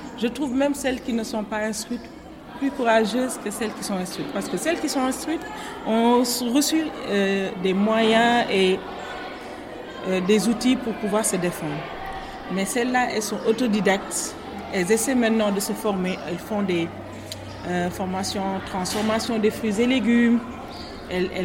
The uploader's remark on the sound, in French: Un épisode à l’ambiance un peu particulière, en totale immersion, enregistré dans la cour de l'école Keur Maïmouna à Saly.